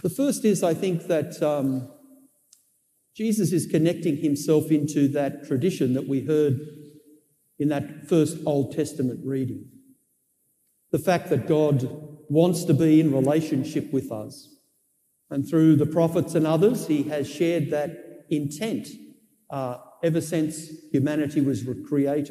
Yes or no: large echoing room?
yes